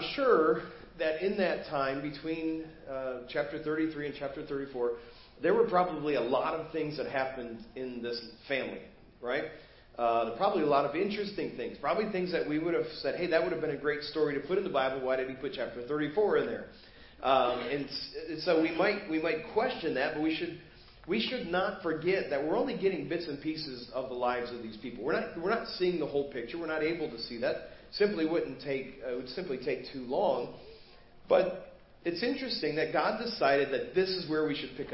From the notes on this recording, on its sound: Preached at First Baptist Church of Hazel Park